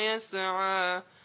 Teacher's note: احذروا من قلقلة الحرف الذي لا يقلقل، يسعى لا تقلقل، فانتبهوا لهذا، هي فيها همس